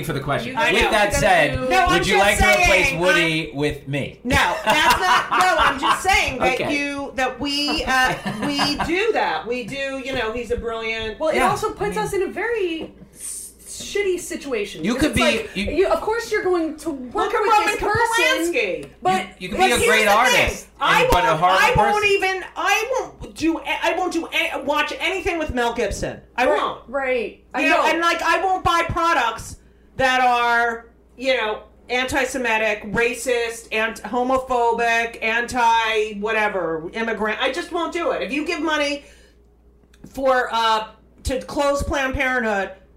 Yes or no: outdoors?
no